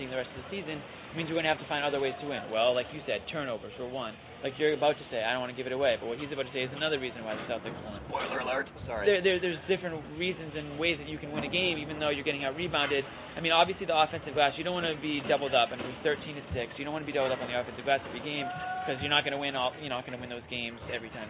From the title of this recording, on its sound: Live from TD Garden